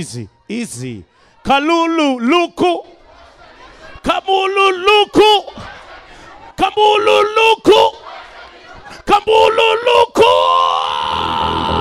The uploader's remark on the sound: Live at Blend Nairobi 2019